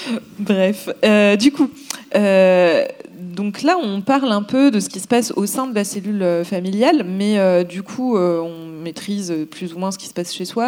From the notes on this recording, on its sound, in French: Au festival Babes Day. Lors de l’un des talks du Babes Day, le festival féministe organisé par notre association Babes Voices.